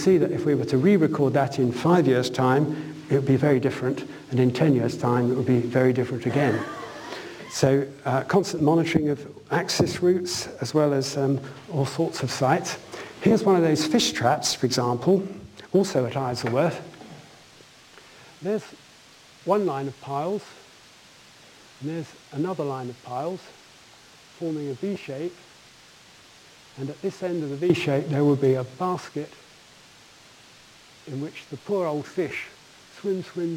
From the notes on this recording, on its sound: UCL Lunch Hour Lecture